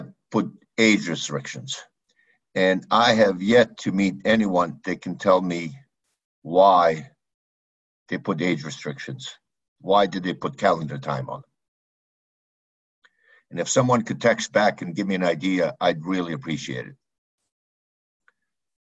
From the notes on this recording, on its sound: APTN Zoom Call.